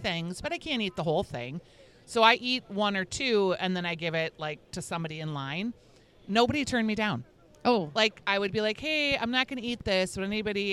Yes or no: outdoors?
yes